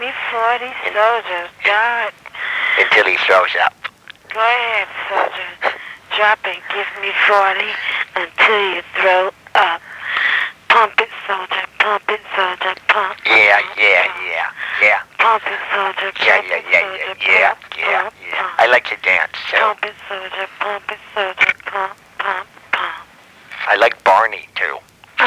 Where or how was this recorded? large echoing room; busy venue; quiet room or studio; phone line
phone line